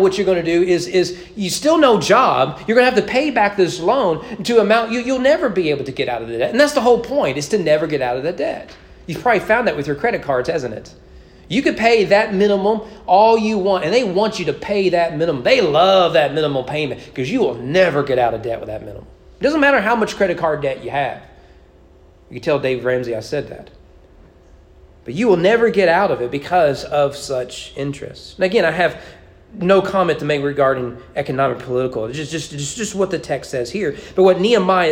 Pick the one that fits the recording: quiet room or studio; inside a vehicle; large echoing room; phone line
large echoing room